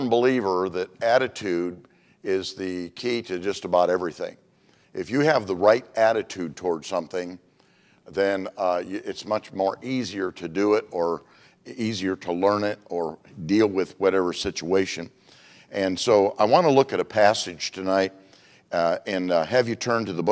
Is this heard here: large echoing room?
yes